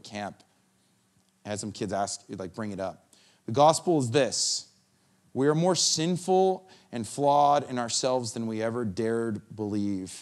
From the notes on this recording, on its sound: The Live recording of the 10am Sunday Service at Steadfast Church in Carlsbad, Ca